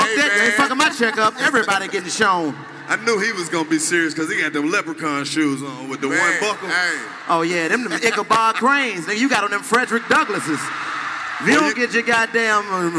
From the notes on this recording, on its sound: THE FAMU HOMECOMING STAND - UP COMEDY SPECIAL. The school shut the lights and microphones off.